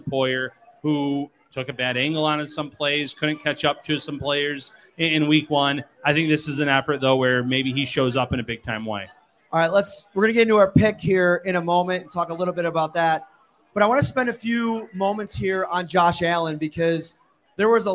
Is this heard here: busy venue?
yes